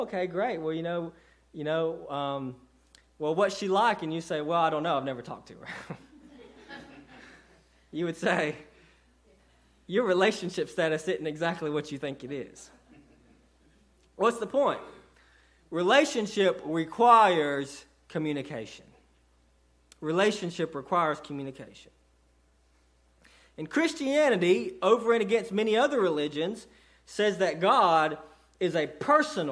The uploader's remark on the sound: sermon delivered to Cottondale Baptist Church